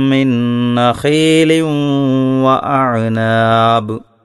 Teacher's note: മിൻ നഖീലിൻ എന്ന് കഴിഞ്ഞുള്ള ആ തൻവീനിനെ വാവിൽ ലയിപ്പിച്ചുകൊണ്ട് മണിച്ചോതാനും ശ്രദ്ധിക്കണം